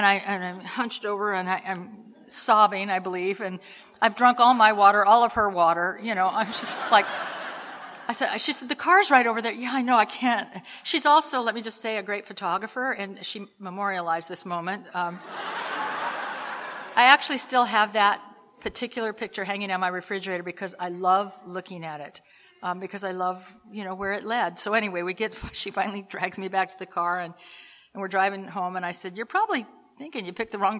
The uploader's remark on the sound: Telling her story at the Live at Pine Lake Speaker Meeting held every Saturday Night in Seattle in Dec of 2016.